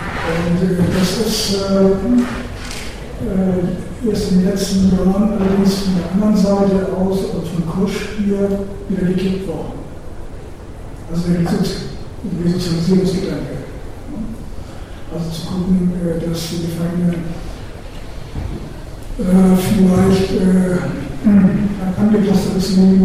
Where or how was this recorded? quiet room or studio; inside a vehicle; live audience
live audience